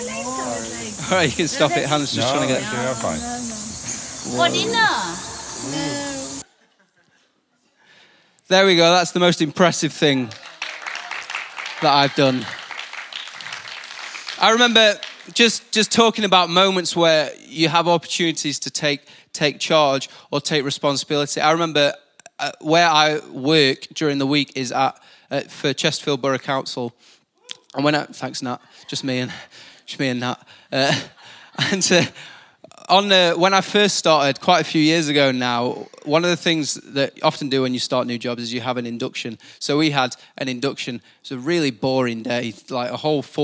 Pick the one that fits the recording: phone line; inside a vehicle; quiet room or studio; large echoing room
large echoing room